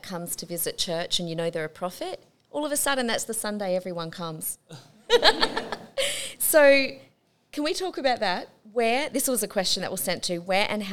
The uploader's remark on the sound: Our second LIVE recorded episode. Tricky questions from our live audience.